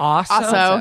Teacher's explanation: Not pronouncing the L in also.